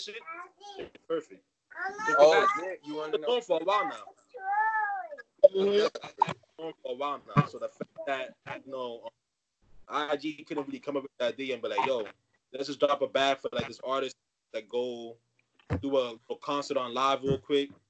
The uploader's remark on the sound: We had to scrap at least 20 minutes of material due to the poor audio quality from Skype.